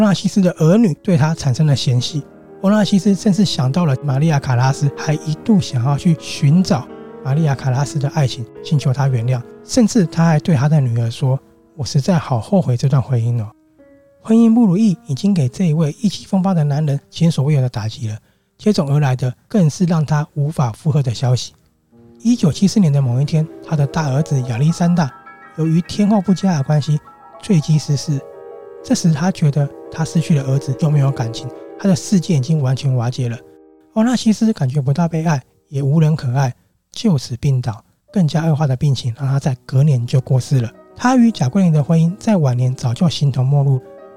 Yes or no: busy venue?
no